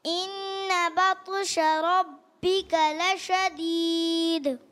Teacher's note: لشدید دال میں کلکلا اور واضح کر